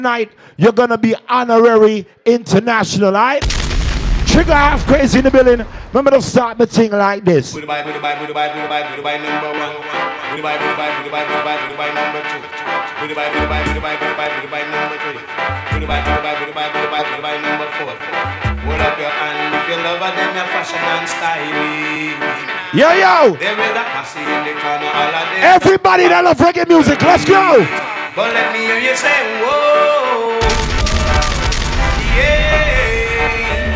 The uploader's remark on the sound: club settingz